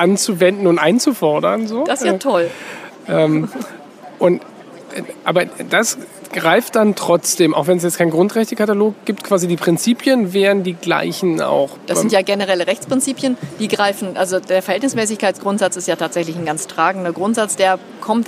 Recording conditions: busy venue